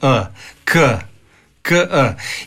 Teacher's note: A kada izgovaramo k, onda čujemo da je k samo u prvom trenutku i da za njegov potpuni izgovor mora biti još i taj e, k. I onda kad ga duže izgovaramo, onda vidimo da je to taj k, tako i ovdje r.